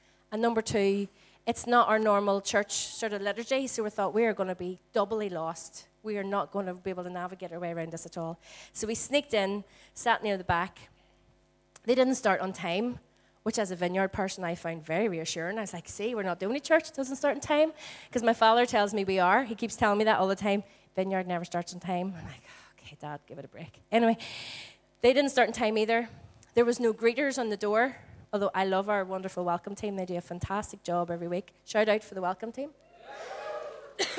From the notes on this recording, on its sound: Recorded at our Storehouse Venue on 22/04/18.